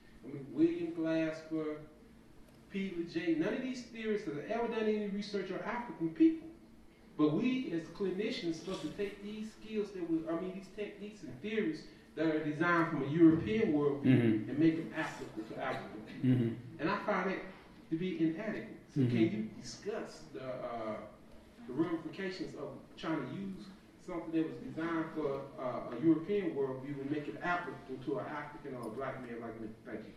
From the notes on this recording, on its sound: This lecture was an interactive dialogue